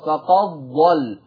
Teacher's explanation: لما تضغم بقى الدال دخلت في الضاد